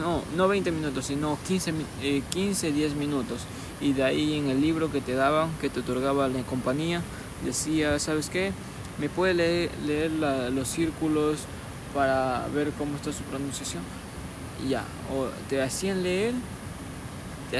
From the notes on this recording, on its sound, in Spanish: Desde el río. Este episodio fue gravado desde un Río, que le dicen la "Bocana del Búa".